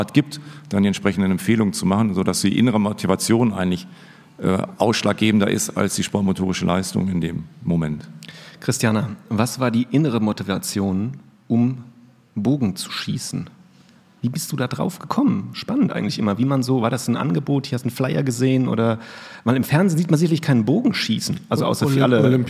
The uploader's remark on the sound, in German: Unsere erste Live-Episode präsentieren können, die während des DIES ACADEMICUS 2023 des Instituts für Sportwissenschaft der Universität Mainz vor Publikum aufgenommen wurde.